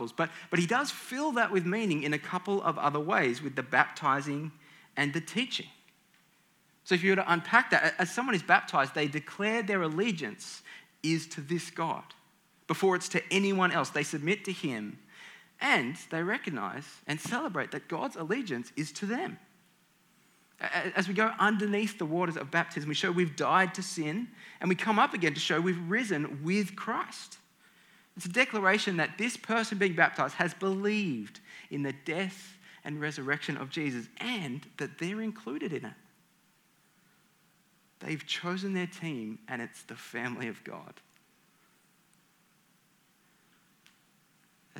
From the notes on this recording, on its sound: This talk is from the Compelled Conference at the start of 2022.